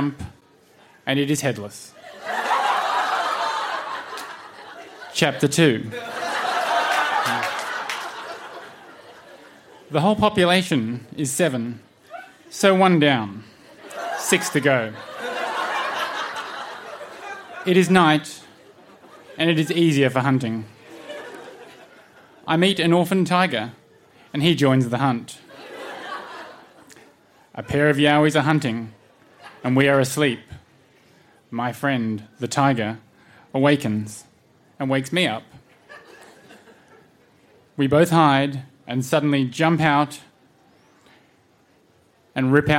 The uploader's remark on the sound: Recorded live at the Woodford Folk Festival